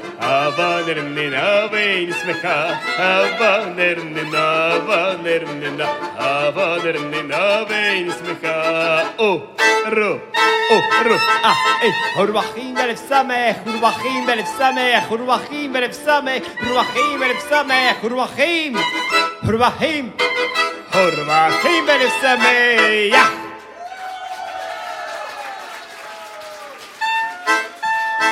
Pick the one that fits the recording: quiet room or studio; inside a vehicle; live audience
live audience